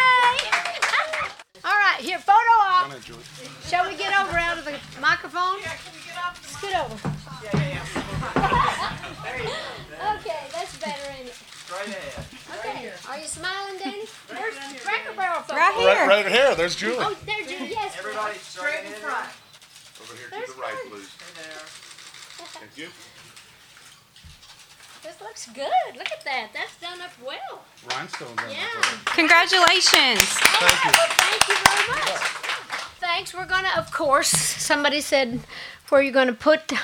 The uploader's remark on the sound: Press Conference – Nashville, TN. Concert Blast was invited to a press conference.